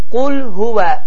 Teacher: Və bu İxlas surəsinin birinci ayəsində olan hə incə hədir.